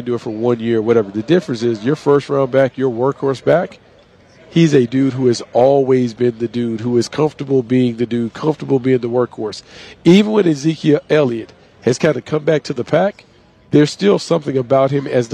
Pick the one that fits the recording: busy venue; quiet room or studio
busy venue